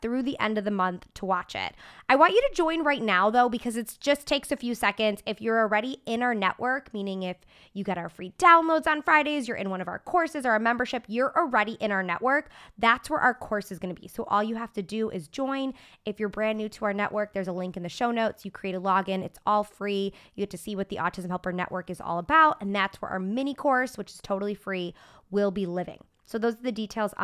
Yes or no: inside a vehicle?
no